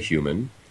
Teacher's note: when I say human, I'm making a h sound. That segment is an unvoiced palatal fricative. And there is some transition space in there where I'm making something that's very similar to a voiced palatal approximant, yeah, but I don't need to necessarily transcribe that unless I really linger there.